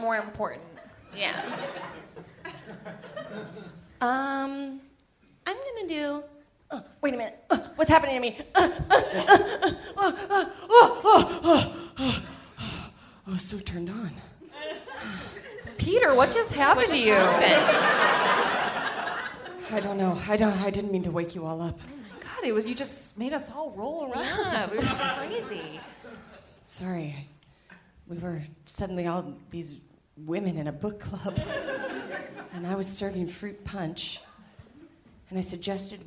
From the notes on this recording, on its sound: LIVE AT Largo in Los Angeles